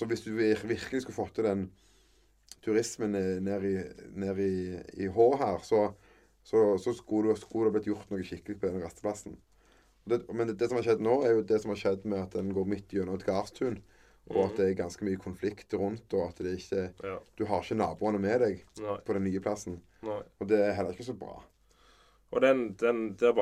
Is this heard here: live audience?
no